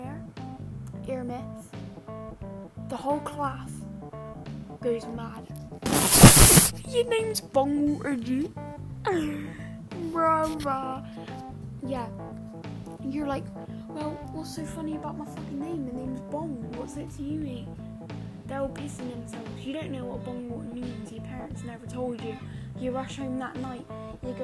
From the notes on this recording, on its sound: sry about the audio man needs to get a better microphone